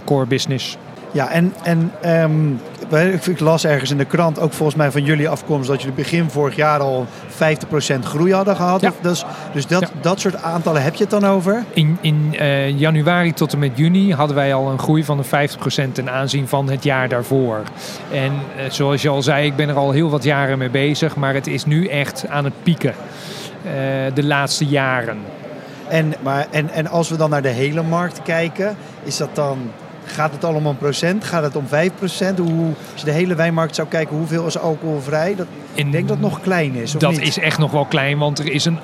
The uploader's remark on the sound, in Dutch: Vandaag live vanaf de Horecava